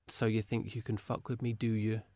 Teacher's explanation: I was trying to say that without a question mark. Yeah, without the rising intonation at the end.